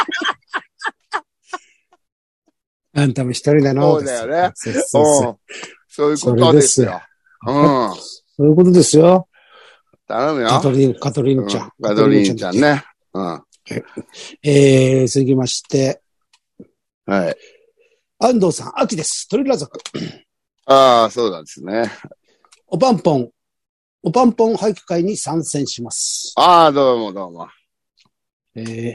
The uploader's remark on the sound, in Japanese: ZOOMで収録